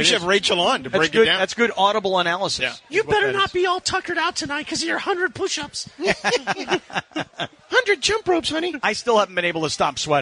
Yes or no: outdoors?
yes